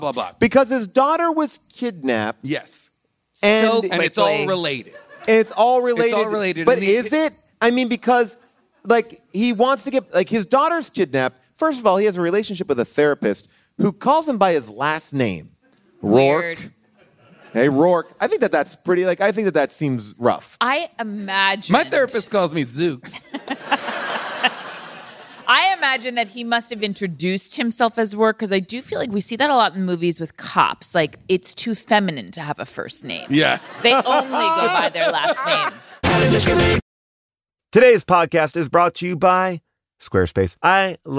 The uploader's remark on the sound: Hypnotic LIVE! LIVE from Largo in LA.